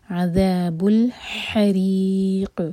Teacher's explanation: ح حلق سے، یہ سینے سے نہیں نکلتا، یہ ہے ح حلق سے آواز آنی چاہیے. حریق، روح کے نیچے کسرہ تو روح باریک، اور قاف پر رکیں گے تو قاف پر سکون لگا کر رکیں گے تو قاف پر قلقلہ کیا جائے گا.